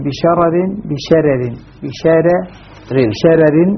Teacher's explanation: في شرر هنا يرقق أهل الأداء عن ورش الراء الأولى من قوله تعالى إنها ترمي بشرر بشرر بشرر شرر رقق الأولى الراء الأولى منها. · Term: ترقيق